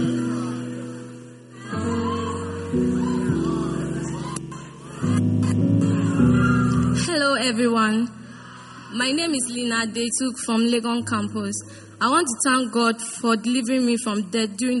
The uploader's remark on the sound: Preached at the First Love Center, Accra.